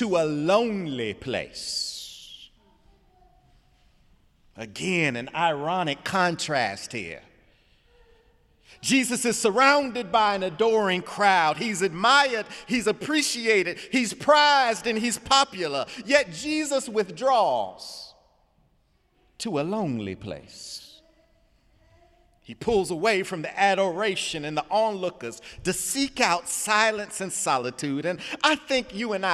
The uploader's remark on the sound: Sunday sermon February 4, 2018 in the Memorial Church of Harvard University